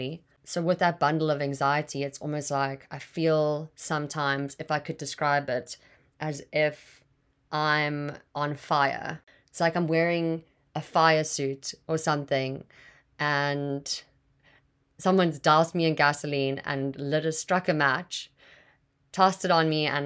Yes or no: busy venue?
no